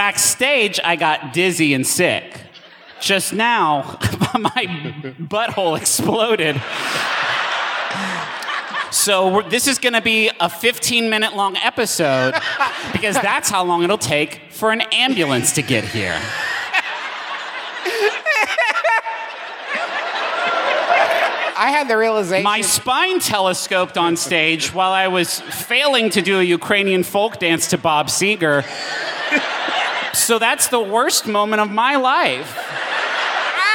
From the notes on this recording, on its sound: here’s a live show we recently did in Cincinnati